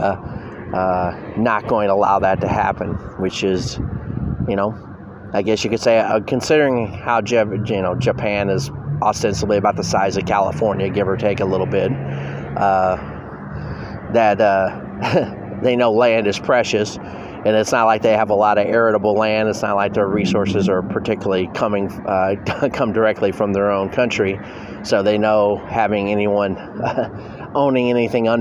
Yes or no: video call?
no